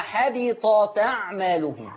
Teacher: هتشيلي الهمزة وتاخدي الفتحة اللي على الهمزة تحطيها على التاء تبقى حبطت أعمالهم. · Term: النقل